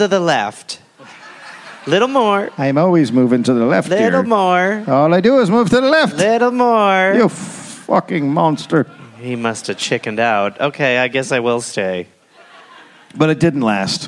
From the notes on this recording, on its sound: Recorded live in Dallas.